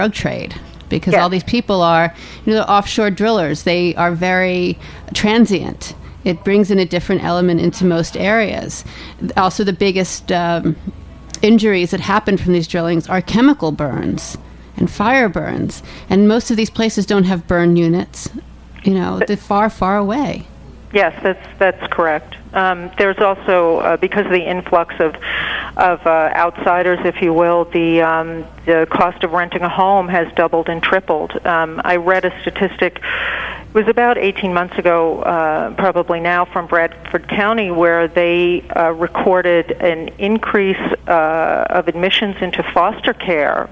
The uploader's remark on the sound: Joining via the phone lines. Calling.